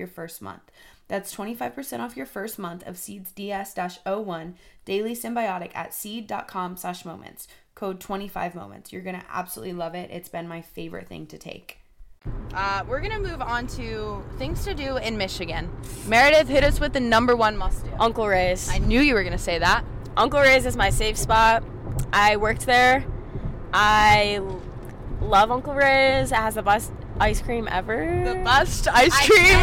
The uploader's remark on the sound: this time we’re driving to the airport